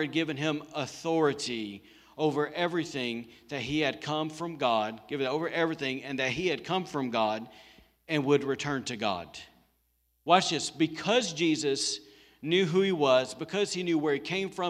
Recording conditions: large echoing room